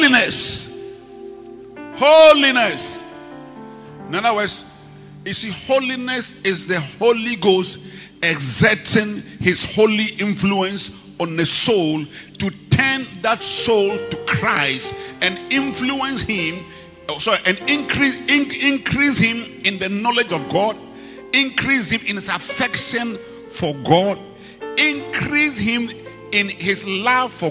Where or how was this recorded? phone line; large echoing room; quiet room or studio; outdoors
large echoing room